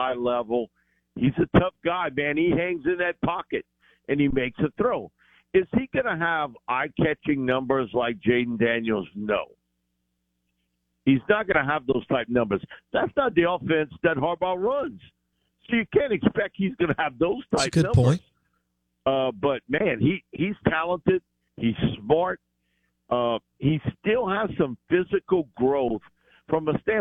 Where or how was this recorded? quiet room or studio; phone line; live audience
phone line